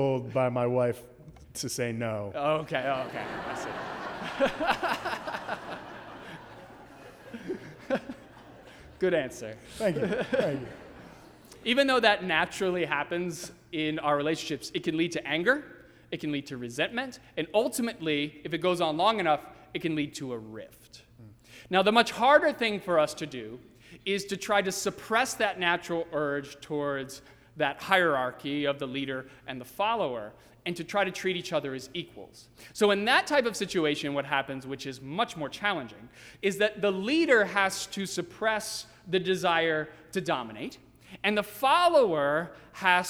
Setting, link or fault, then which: setting, large echoing room